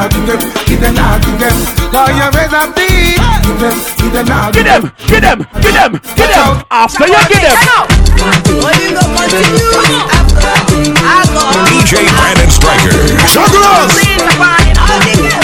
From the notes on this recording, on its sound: LIVE AT DDI